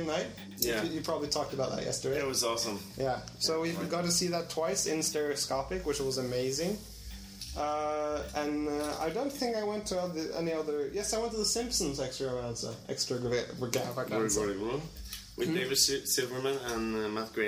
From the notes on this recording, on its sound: This is our last day on location at the annual Annecy 2010 animation festival in France. Today, we brought together a small group of people to do a recap of the festival.